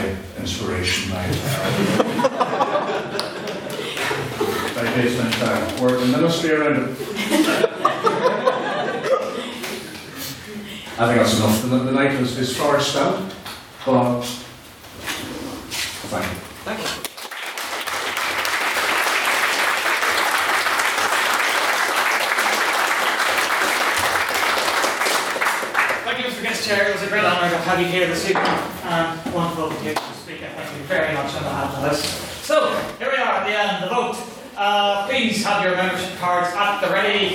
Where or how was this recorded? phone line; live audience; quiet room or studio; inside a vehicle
live audience